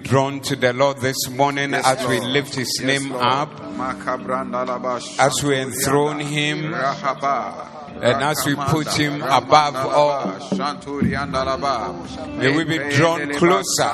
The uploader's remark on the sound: Preached at the Doxa Service